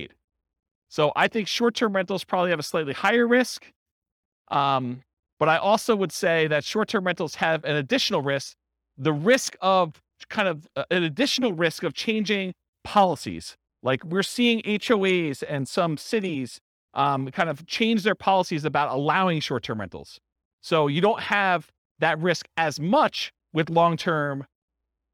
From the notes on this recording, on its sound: This was a live class recorded